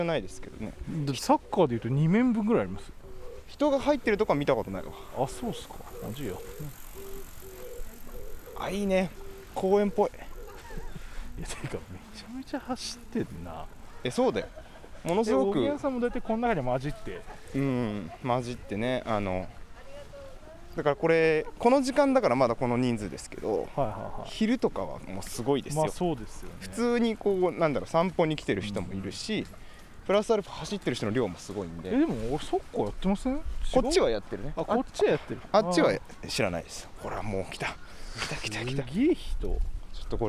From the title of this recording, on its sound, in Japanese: 屋外収録